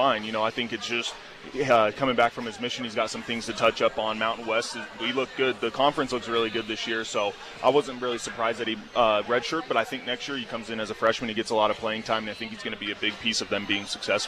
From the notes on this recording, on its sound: broadcast live from Beehive Grill.